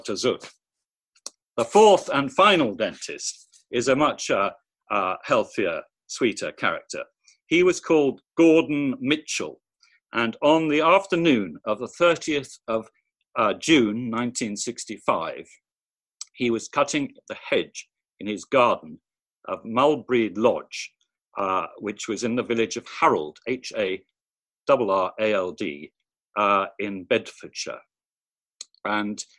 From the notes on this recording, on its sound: Recorded at the very first online 5x15 event